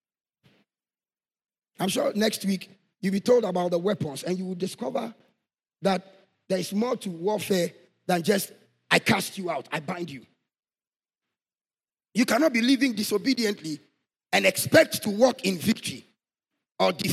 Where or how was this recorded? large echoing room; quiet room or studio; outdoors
large echoing room